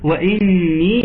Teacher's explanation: أختكم تقول لكم وإني، خد بالك يا شيخ الواو مرققة، نعم ما تقولش وإني، الواو مرققة، نعم والنون مشددة، وإني والياء نراعيها إن يكون مد طبيعي بمقدار حركتين، وإني أصبح عندنا الوقت.